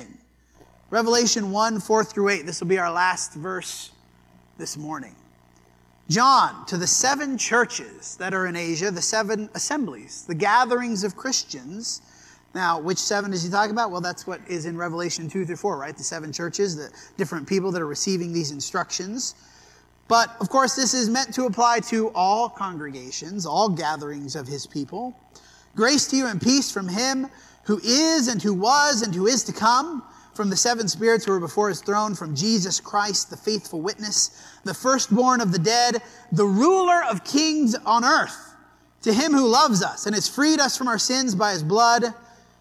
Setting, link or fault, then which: setting, large echoing room